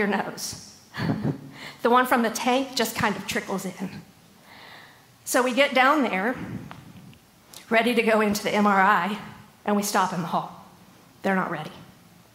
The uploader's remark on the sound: LIVE! September at the Gathering 2023